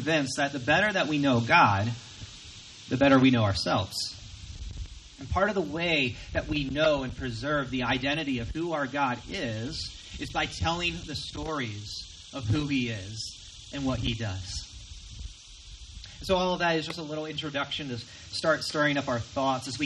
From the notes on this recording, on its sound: Recorded from our outdoor worship gathering.